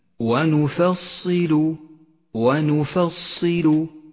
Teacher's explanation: النون مرققة والفاء مرققة والصاد مفخمة واللام مرققة